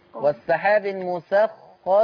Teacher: خلي بالك من تفخيم الخاء